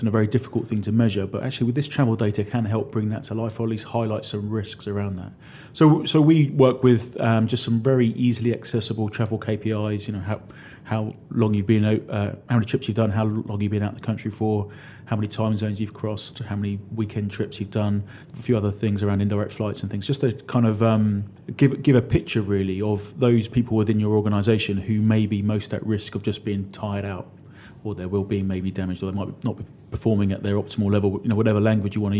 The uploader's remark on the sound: recorded at the Endeavour Search & Selection Wellbeing Seminar that took place at the offices of Berwin Leighton & Paisner Law firm in London Bridge